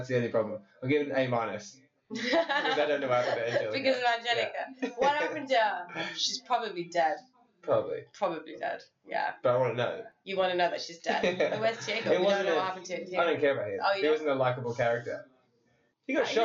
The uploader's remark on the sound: The sound quality is terrible but it gets much better after this episode.